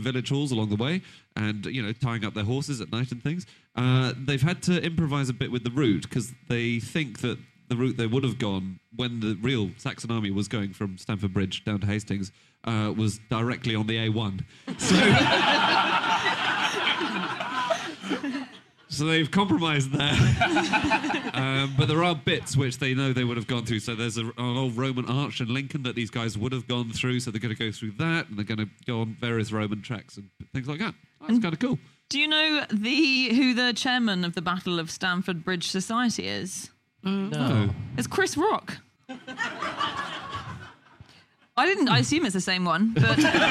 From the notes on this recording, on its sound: Live from Up The Creek in Greenwich